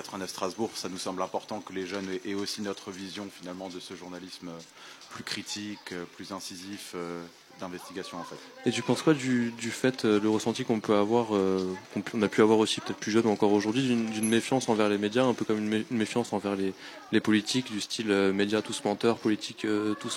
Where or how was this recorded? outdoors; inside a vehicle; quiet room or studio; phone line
outdoors